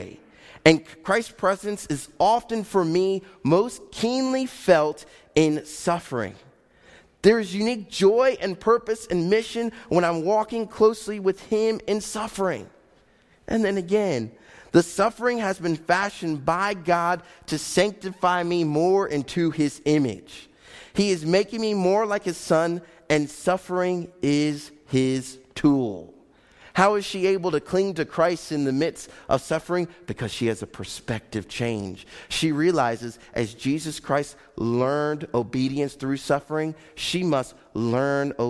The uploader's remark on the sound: Faith Baptist Church in Hamilton, NJ.